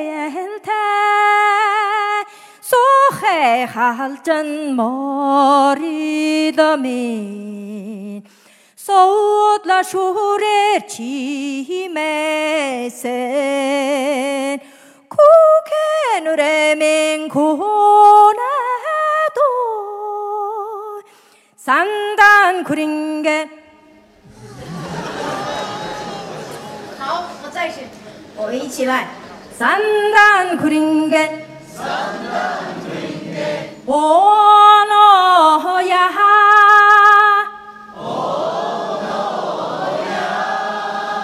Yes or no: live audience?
yes